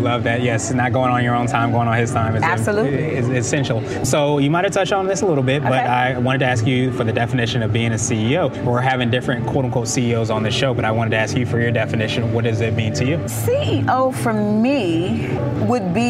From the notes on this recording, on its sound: This was recorded during the actual conference